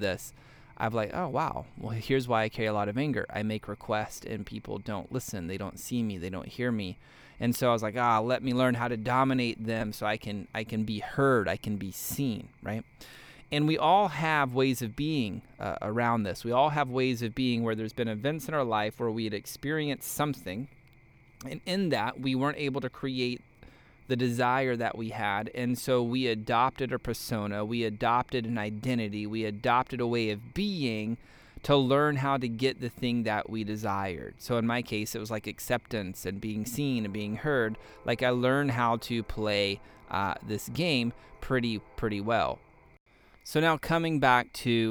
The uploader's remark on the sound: You may be able to hear the crickets chirping. I'm actually sitting out here on the deck of my new house and it's dark outside, and don't have the podcast set up in the office yet.